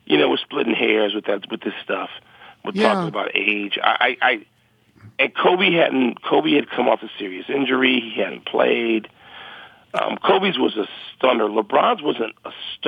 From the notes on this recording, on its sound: phones